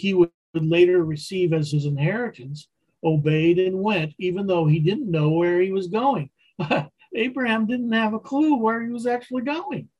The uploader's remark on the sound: Wednesday Zoom study